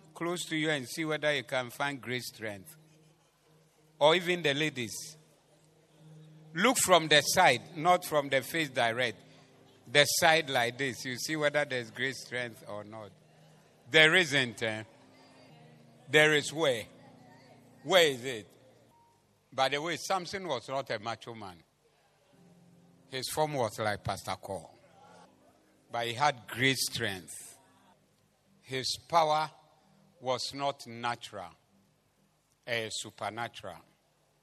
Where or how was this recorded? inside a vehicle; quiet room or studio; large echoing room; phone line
large echoing room